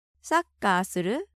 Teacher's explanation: the new word, する, with rising intonation, so it seems it's a question